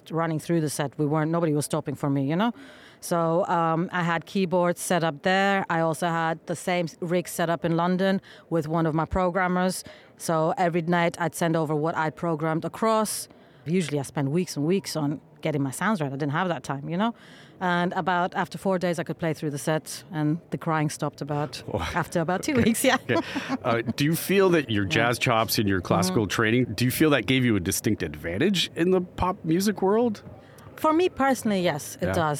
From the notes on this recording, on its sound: London Podcast Show. This episode was recorded at the Shure booth of the very loud trade show with the SM7B microphone.